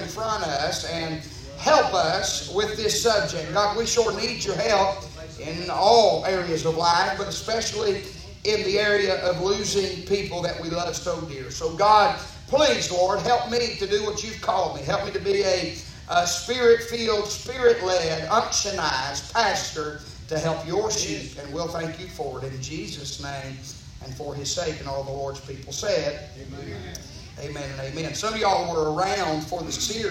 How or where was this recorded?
large echoing room